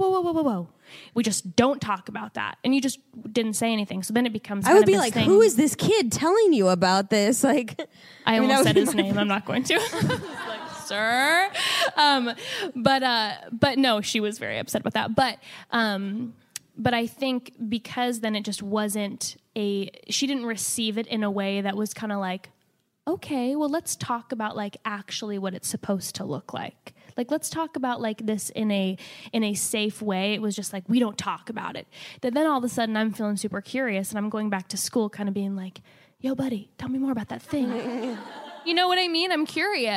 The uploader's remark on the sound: First Live Podcast! Was live recorded at The Line Hotel in Los Angeles, CA.